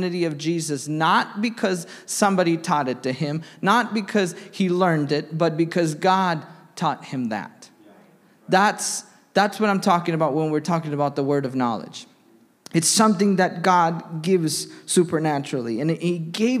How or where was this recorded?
large echoing room